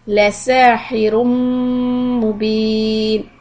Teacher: Keep the lam short and hold the meem shadda. 2 harakat. إِدْغَام بِدْغُنَّ.